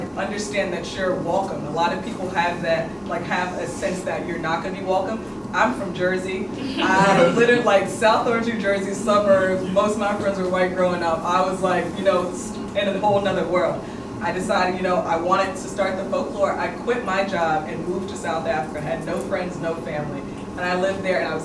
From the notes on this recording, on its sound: audio from The Folklore's sold-out New York Fashion Week panel discussion hosted last month at the Museum of Contemporary Diasporan Arts in Brooklyn, New York.